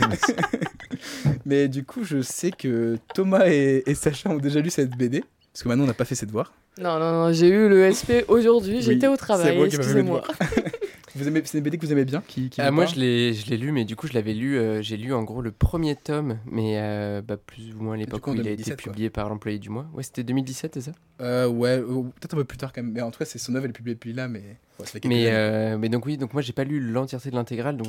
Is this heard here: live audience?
no